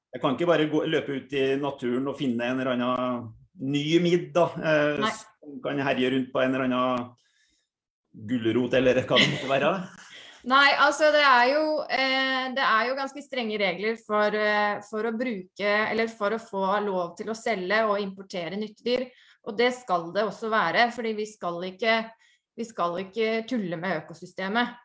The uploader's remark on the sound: Live Zoom